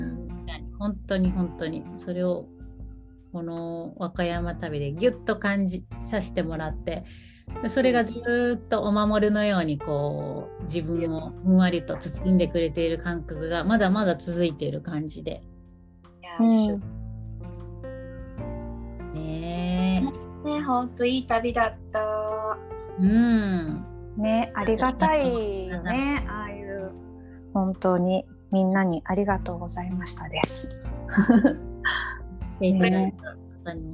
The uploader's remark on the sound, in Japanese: リモート収録でお届けします